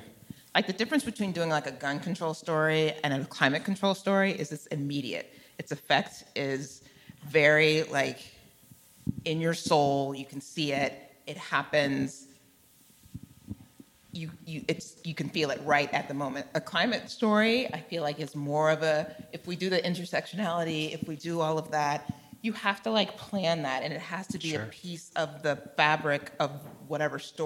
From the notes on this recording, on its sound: This conversation is presented by Hollywood, Health & Society , and was recorded at ATX TV Festival Season 12 (June 1-4, 2023) in Austin, TX.